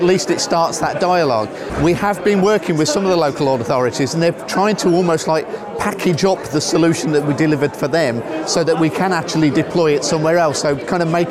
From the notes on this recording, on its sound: Chatting transport technology at the TTF Conference. As we chat to people at the Transport Technology Forum Annual Conference in Leeds.